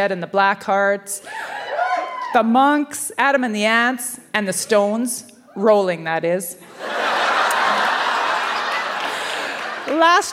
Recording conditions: live audience